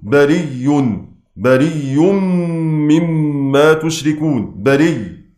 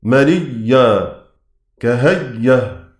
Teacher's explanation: قرأ بإبدال الهمزة ياء مع الإدغام